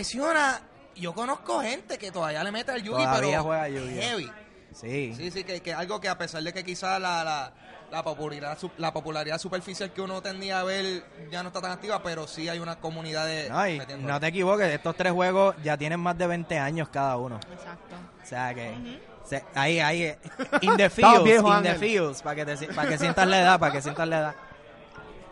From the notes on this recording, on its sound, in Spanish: Fue grabado ¡EN VIVO! Desde la tienda Gaming Zone en Plaza las Americas.